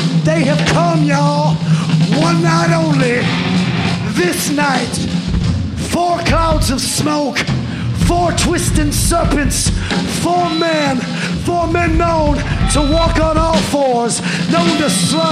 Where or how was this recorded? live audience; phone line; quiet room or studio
live audience